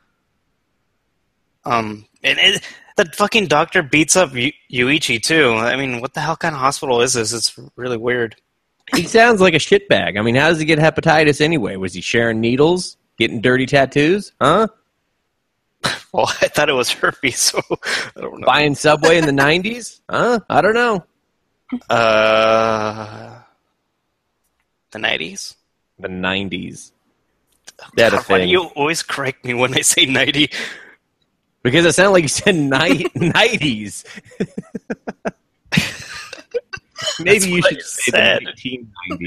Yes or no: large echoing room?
no